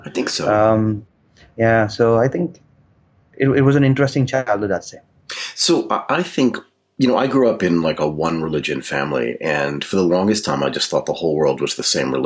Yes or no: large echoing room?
no